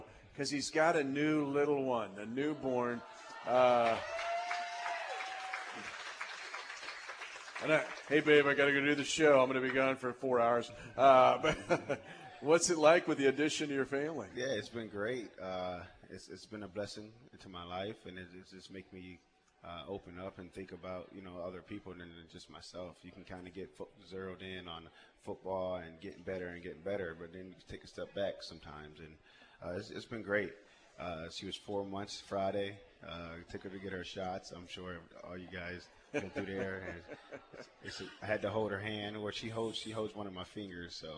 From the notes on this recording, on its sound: broadcasts live from the Hy-Vee Market Grille in the Northland